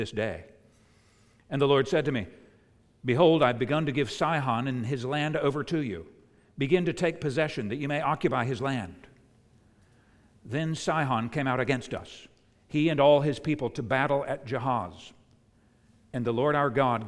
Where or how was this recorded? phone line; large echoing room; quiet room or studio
large echoing room